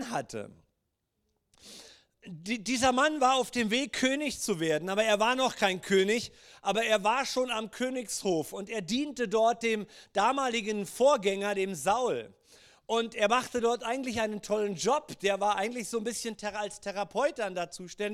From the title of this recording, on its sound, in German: Gottesdienst Predigt